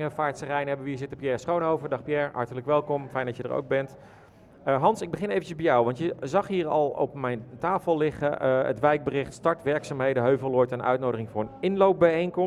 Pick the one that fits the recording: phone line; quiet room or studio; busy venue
busy venue